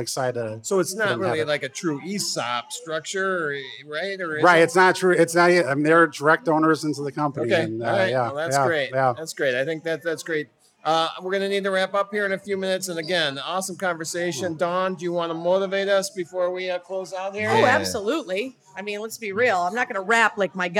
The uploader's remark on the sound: live from The Beer Temple in Chicago